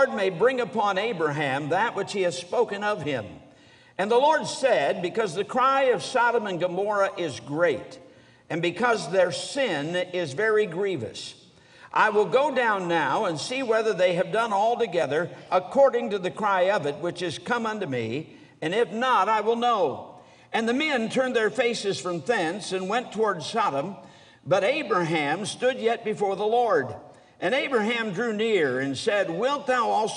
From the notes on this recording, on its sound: During the Tuesday Evening service of the 47th Annual Stewardship and Missions Conference on October 17, 2023, at North Valley Baptist Church in Santa Clara, California.